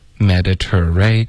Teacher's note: 这个 ter 会有一个 r 的音在结尾 ray 也会有一个 r 的音在开头